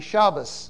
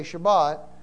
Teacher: Ashkenazis don't pronounce a T at the end of words. They pronounce it as an S. · Shown in: first take · So Shabbat would be Shabbos.